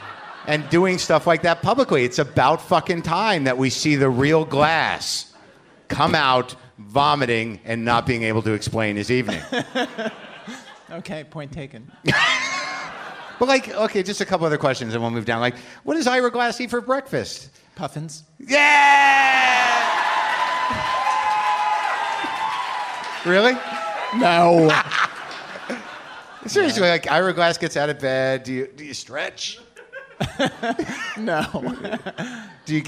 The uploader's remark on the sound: Taped at The Bell House in Brooklyn, NY.